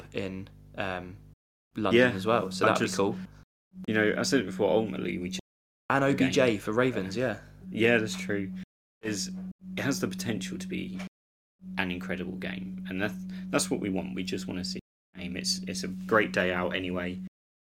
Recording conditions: hum or buzz